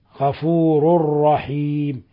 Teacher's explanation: تنوين ضم جاء بعده حرف الراء الحكم التجويدي إدغام بغير غنة